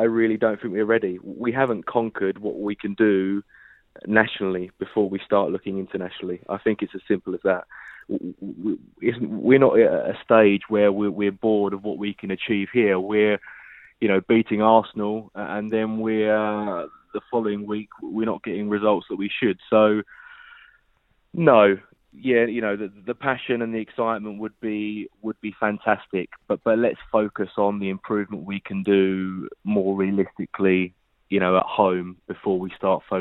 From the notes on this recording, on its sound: Joined them on the phones to give his views on the current goings-on.